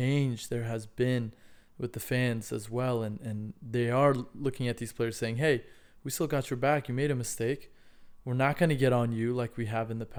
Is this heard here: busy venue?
no